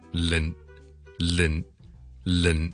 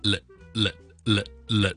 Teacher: 咧系冇鼻音嘅，空气唔系从个鼻出嘅 · Shown in: second take